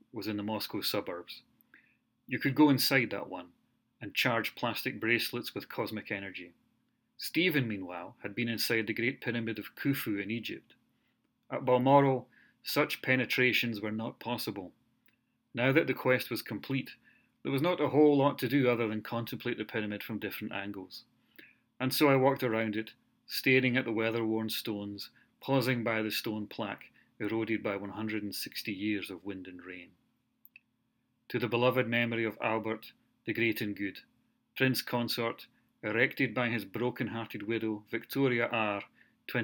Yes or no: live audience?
no